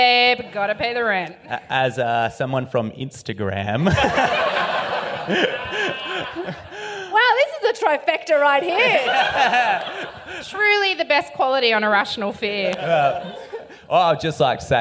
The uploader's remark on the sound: LIVE